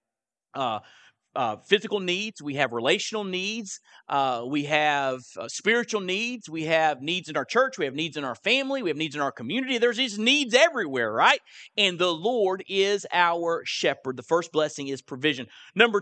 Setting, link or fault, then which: setting, large echoing room